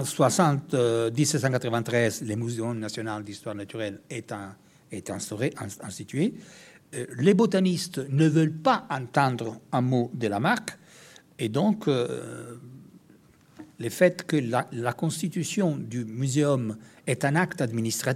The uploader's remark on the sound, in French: Conférence inaugurale, dans le cadre du congrès de la Société française d’histoire des sciences et des techniques, qui s'est déroulée à Bordeaux du 19 au 21 avril.